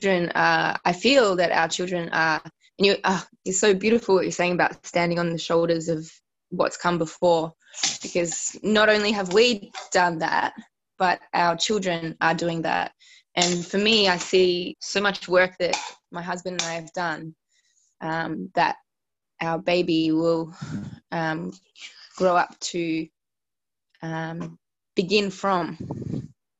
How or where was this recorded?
video call